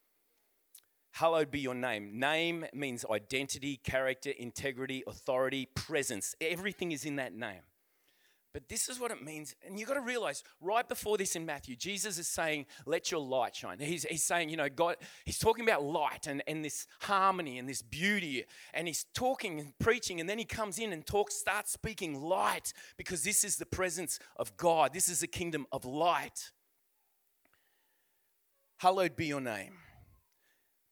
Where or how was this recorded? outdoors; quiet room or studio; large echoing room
large echoing room